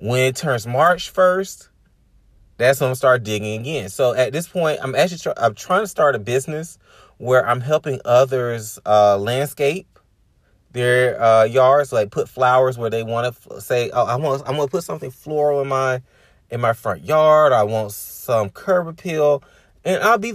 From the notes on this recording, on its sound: Chilling in the car and having random thoughts about the upcoming year.